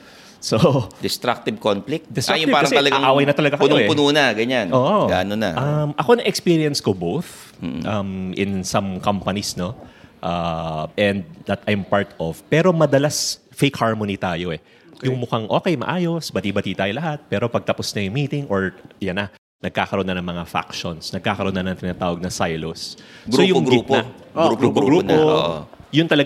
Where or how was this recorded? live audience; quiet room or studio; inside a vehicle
live audience